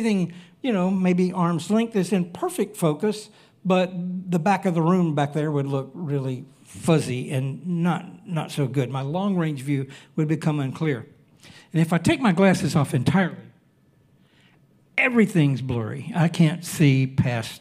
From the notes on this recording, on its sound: Recorded Sunday evening service at Reunion Hawaii